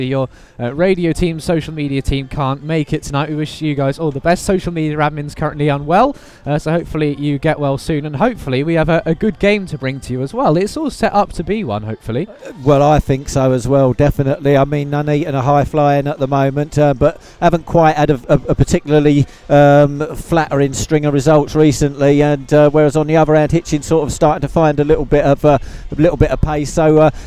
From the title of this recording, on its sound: FULL COMMENTARY: Nuneaton Borough v Hitchin Town FC